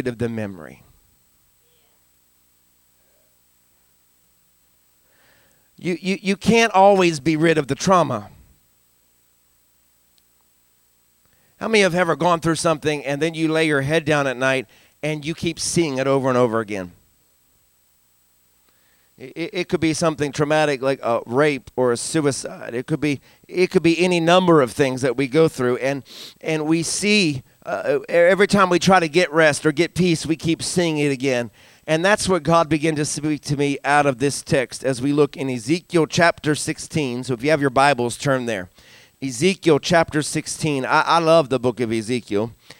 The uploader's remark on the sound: recorded from our Sunday Morning Live service at Fresh Fire Church in Uniontown, PA